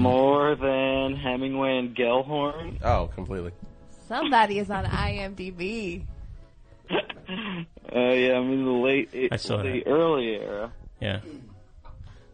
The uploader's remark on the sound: Recorded immediately after the November 3rd, 2015 program. Completely unscreened phone calls moving at a rapid fire pace!